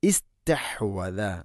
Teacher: അവിടെ അസ്തഹ്വദ എന്നോ ഉസ്തഹ്വദ അല്ല, ഹംസക്ക് കസറാണ്. · Term: വസലിൻ്റെ ഹംസ